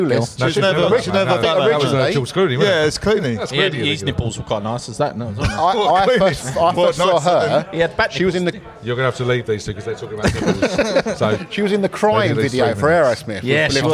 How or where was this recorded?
busy venue